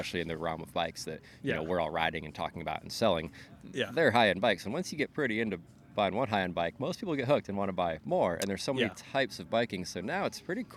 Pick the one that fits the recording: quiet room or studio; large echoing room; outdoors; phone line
outdoors